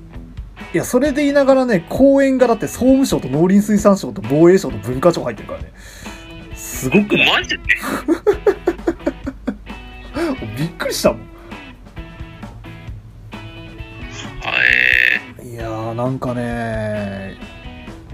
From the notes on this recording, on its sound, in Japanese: 録音機材：iPhone7